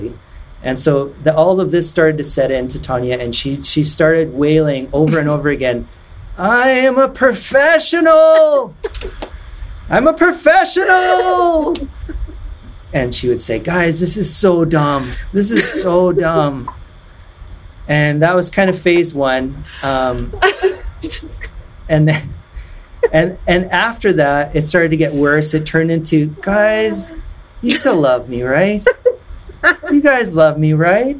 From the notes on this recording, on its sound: This story was recorded during a live-streamed event in March of 2021 before I knew how to actually record a live-streamed event without annoying echo